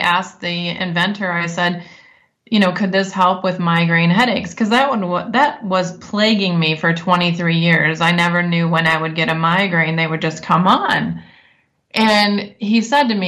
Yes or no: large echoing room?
no